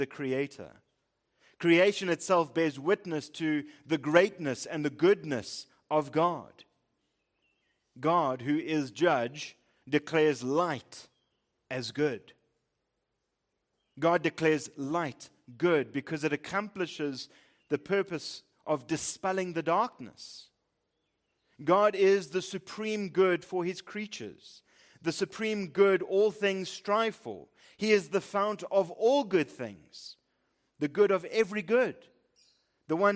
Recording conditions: large echoing room